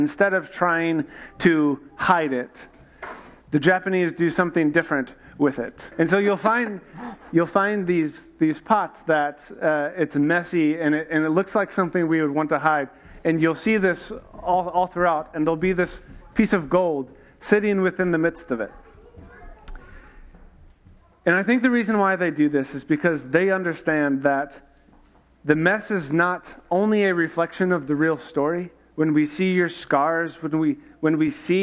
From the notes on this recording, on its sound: This week was a live event built around a narrative arc to prepare us from Christmas Eve. We tried to record as much as we could so you can get a taste of the morning.